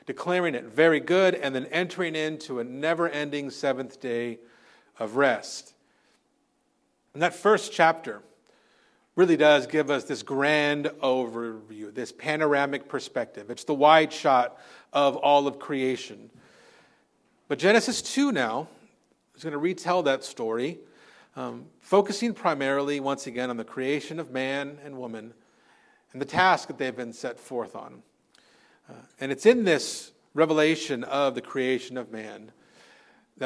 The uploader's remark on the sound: Recorded on Sunday, February 11th, 2024 at Living Hope Orthodox Presbyterian Church (OPC) in Cerritos, CA.